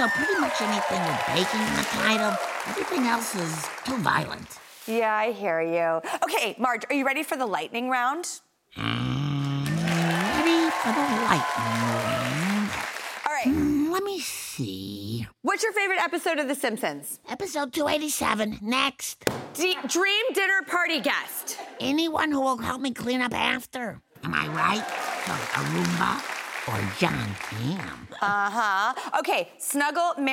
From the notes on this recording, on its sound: On location at New York Comic Con. A very special surprise call at the news desk.